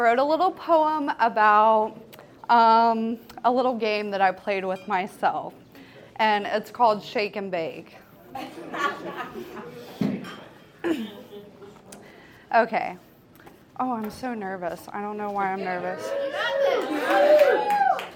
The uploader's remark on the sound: Recorded in February 2023 at Petra's. Goes south is a live storytelling event out of Charlotte, NC. This podcast combines audio recordings from these live events to share with you! Goes south live events take place on the 3rd Tuesday of the month at Petra's in Historic Plaza-Midwood, Charlotte, NC.